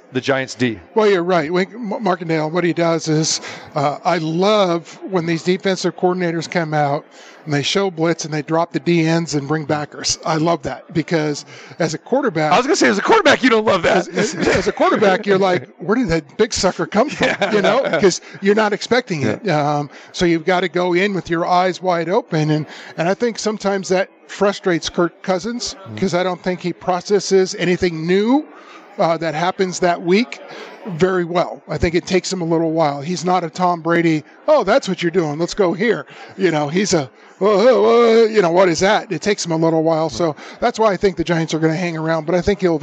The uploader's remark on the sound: Live from the Superbook at the Westgate Las Vegas